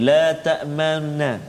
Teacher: dia melemahkan bunyi nun yang kedua la ta'manna maknanya hidup tapi dia lemah · Term: raum